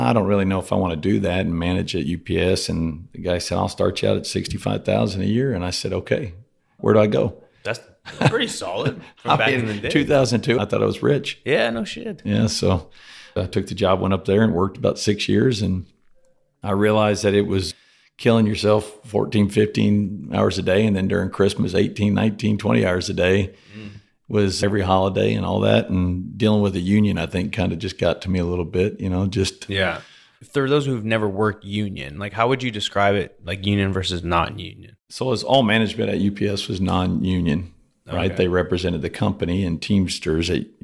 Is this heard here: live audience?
no